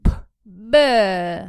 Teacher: B is just the voiced form of the whispered P.